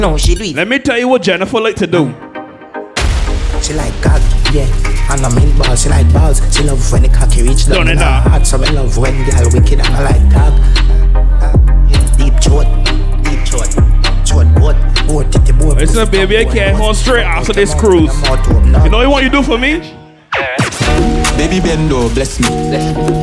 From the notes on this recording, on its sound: LIVE AUDIO FROM 'BIBBERS CRUISE: BIG MOUT DRINKS - THE COOLER CRUISE'. MV DREAMCHASER BARBADOS.